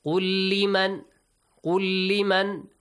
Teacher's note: Lam sakin plus la. Merge them, but don't extend the sound.